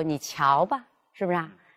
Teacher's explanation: 句末语气词读的时候呢，因为它是轻声，所以说读的不要过于强化它